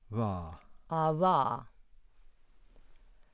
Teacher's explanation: And the lowering symbol makes it clear we mean the approximant, as in the voiced bilabial approximant